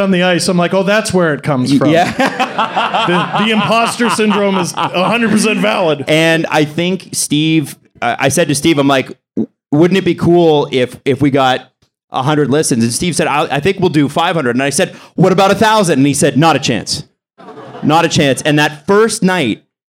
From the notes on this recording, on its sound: Live from The Mansion in Kingston, Ontario! They take questions from the audience.